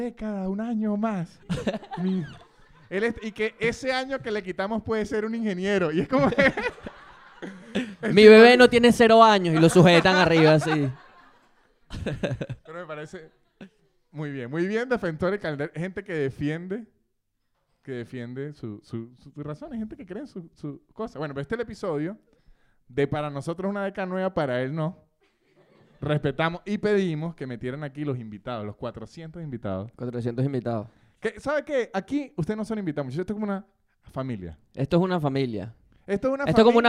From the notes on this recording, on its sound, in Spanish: En este episodio grabado en vivo en la librería "Los pequeños seres" en Madrid.